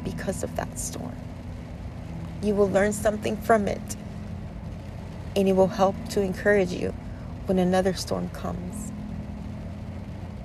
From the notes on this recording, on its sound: This is episode was recorded today while sitting inside my car in a middle of a thunderstorm.